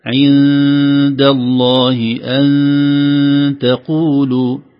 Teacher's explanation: هنا عند نون سكينة بعدها دال من حروف الإخفاء